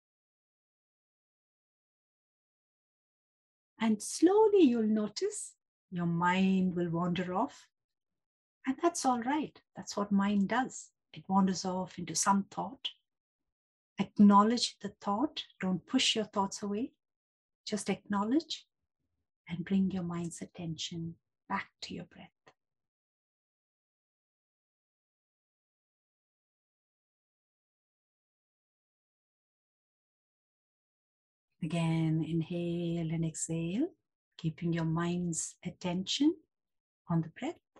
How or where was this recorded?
video call